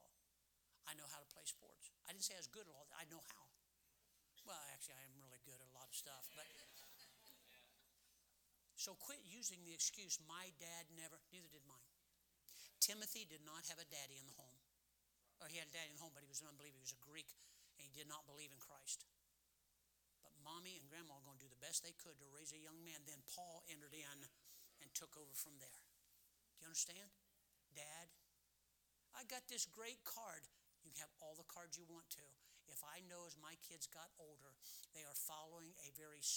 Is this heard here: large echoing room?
yes